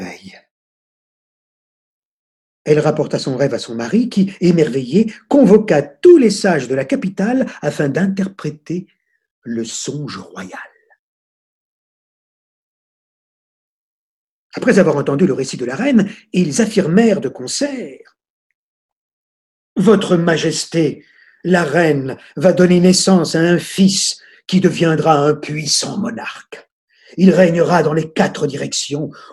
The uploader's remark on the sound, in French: Sessions en direct de 2020 par téléconférences